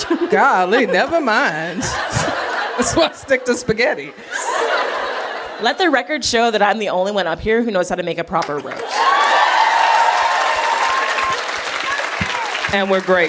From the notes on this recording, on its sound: Recorded live at TGCW22 in Indianapolis.